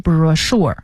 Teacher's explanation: C-H 发诗的音，所以念成 brochure